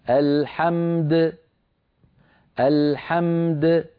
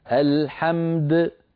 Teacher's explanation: بميم ساكنة بعدها دال ساكنة مقلقلة، أعيدها لك، الحمد، تعطي الميم حقها من البينية والدال حقها من القلقلة.